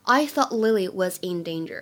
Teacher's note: thought 和 Lily 放在一起的时候呢，有一个不完全失去爆破的现象。